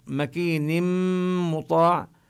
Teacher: نشدد الميم ونغن الميم لأن الميم حرف غنة · Term: الغنة